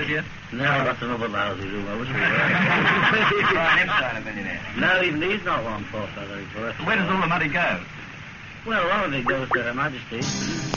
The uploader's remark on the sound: Prank Phone Calls